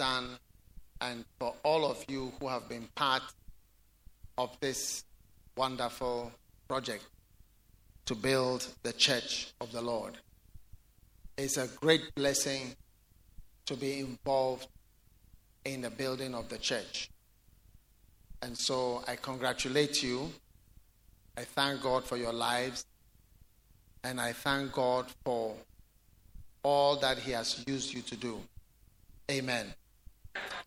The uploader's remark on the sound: Preached at The Way Cathedral, Ayawaso-Ghana